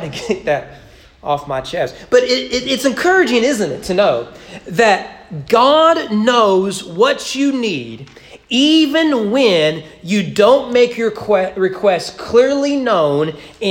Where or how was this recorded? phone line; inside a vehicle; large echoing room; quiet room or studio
large echoing room